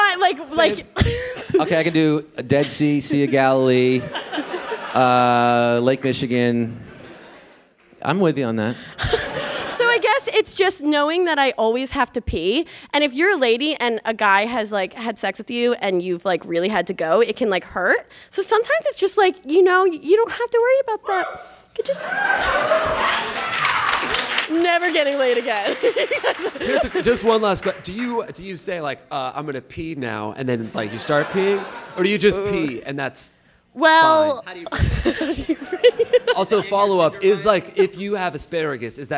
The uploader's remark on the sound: Live in NYC